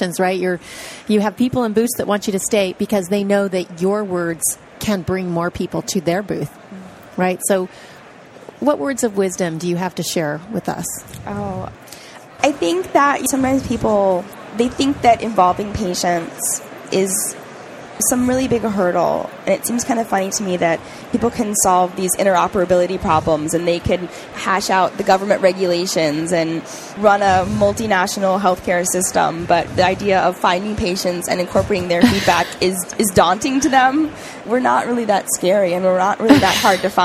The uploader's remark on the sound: The episodes were broadcast live in CTGHS’s booth at the The HIMSS15 Annual Conference and Exhibition. The interviews were recorded. Live from the HIMSS 15 Exhibition floor in Chicago.